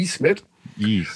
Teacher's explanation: wird ausgesprochen wie das deutsche I in Miete. Miete. Also ein langes I.